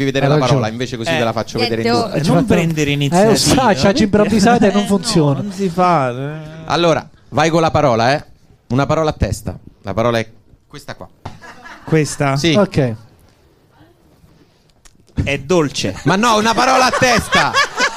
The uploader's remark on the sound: Live dal GhePensiMi di Milano